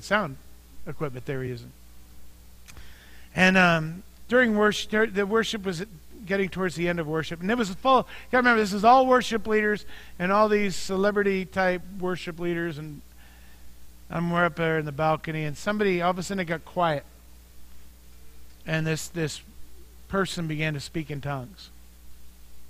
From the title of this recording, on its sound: Mt. Zion Church Live!